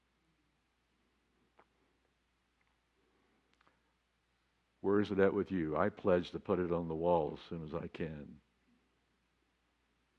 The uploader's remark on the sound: This recording is from the 8:30am worship service.